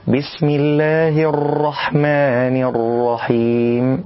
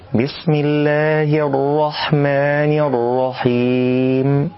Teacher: كذلك يحذر من المبالغة في تكرار الراء من كلمة الرحمن، كما حذرنا من تكرار الراء من كلمة الرجيم، فلا نقول بسم الله الرحمن الرحيم، وهذا خطأ. الصواب إخفاء صفة التكرير · Shown in: second take